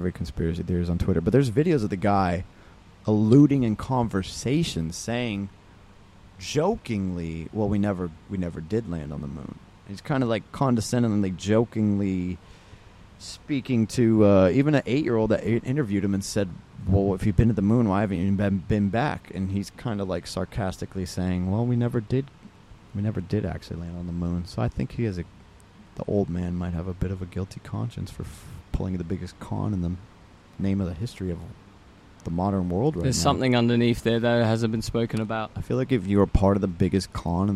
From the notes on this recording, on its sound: This first episode Filmed Live at Itaca Beach Club Ibiza Spain.